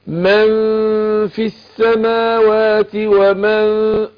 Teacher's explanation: الفاء بتخرج من بطن الشفة السفلى مع أطراف الثنايا العليا، فاقول من مع الغنة حركتين، بغفل النون في نفسها وبجهز للفاء.